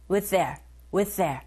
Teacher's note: with의 the, there의 the. 겹자음입니다. 첫 번째 th 발음 생략.